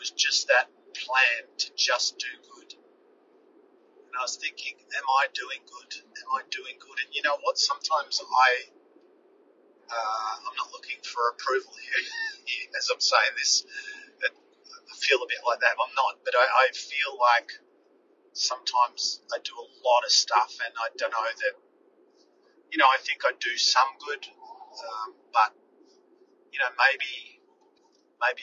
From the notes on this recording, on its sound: Yesterday I had a profound moment in the car and recorded this import episode into my phone (hands free). The audio quality is rubbish.